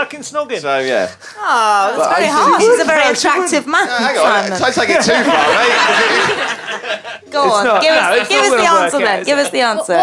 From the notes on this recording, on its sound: Recorded at the Pleasance in Edinburgh